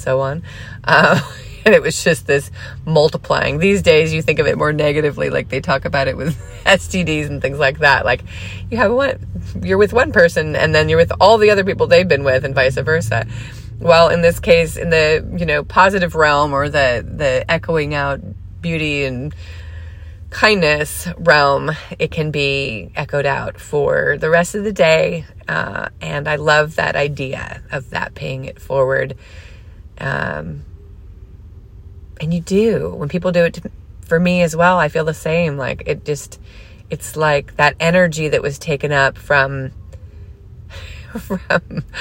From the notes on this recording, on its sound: Today’s podcast recording in the car.